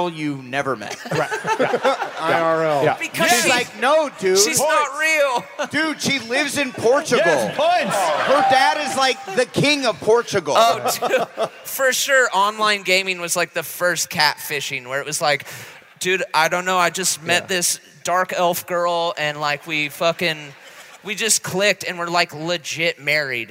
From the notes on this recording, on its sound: Live from Portland!